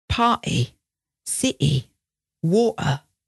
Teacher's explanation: we use what's called the glottal stop in place of a T. So you might hear in British English, party, city, water.